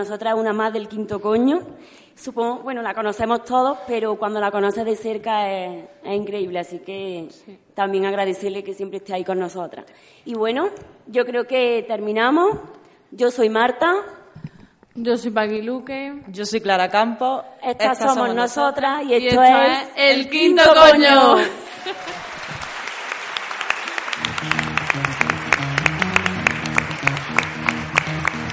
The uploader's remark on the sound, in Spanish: Voces Violeta desde la Casa de la Cultura. La Casa de la Cultura ha acogido el evento Voces Violeta contra la violencia machista. Ha realizado un programa en directo.